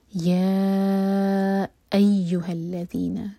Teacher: یا ہم چار حرکہ کھینچیں گے، اس کے بعد حمزہ پر کٹ آف ساؤنڈ